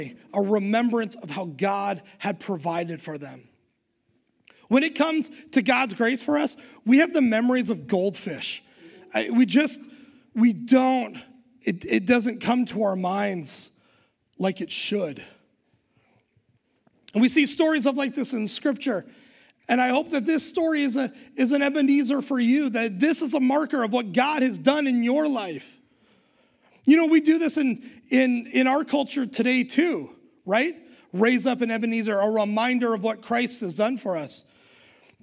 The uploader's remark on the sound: Recorded live at Word of Life Church in Le Sueur, Minnesota on November 21st, 2021